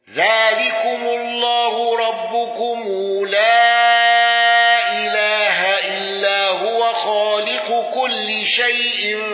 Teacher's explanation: ذلكم الله ربكم لا إله إلا هو خالق كل شيء فاعبدوه وهو على كل شيء وكيل. ابن كثير بصلة ميم الجمع وصلة هاء الضمير